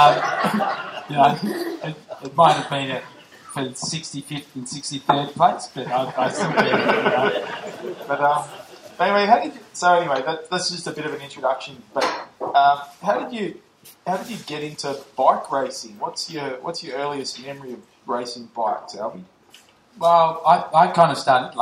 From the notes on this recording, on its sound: This was recorded at a Tour de France evening that Curve Cycling hosted along with 3 Point Motors Mercedes Benz at the Coffee Peddlr.